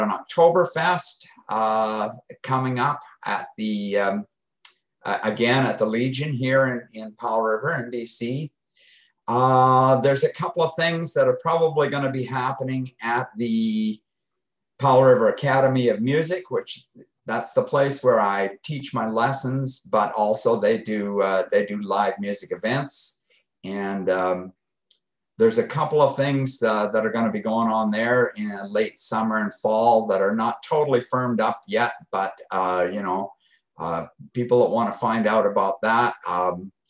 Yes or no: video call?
yes